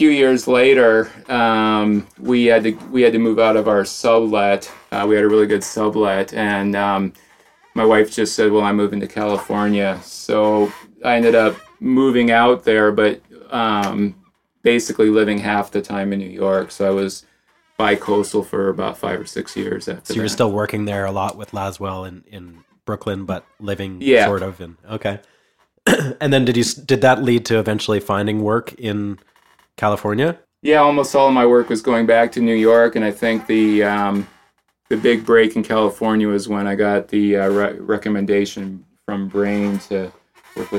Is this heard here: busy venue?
no